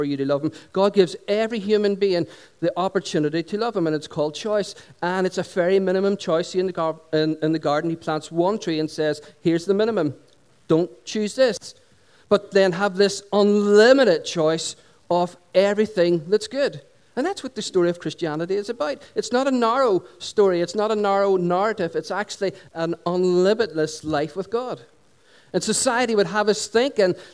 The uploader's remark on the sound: Recorded on 26th June 2016 at our Sunday Celebration held at Dungannon Integrated College.